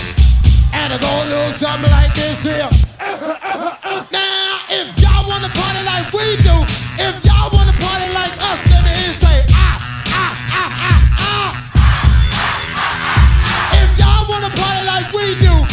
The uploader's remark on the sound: Live Wedding Mix recorded on July 27, 2019 at The Venetian